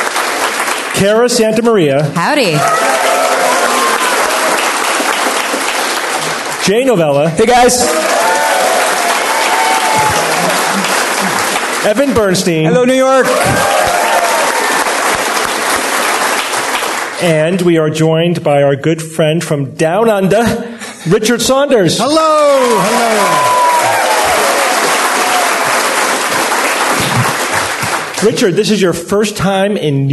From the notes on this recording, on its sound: Live from NECSS 2017